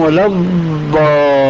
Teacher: فالمصريون مثلا والدمشقيون يخطئون في النطق بالضاد، فمثلا الفاتحة التي تقرأ في كل ركعة من الصلوات الخمس عندنا في سوريا وغيرها يقولون وللضالين، هذه ضاد ليست إلا دالة مفخمة كما يقول علماء التجويد